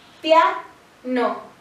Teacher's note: Nuestra sílaba tónica es la primera. Pues es la que suena más fuerte.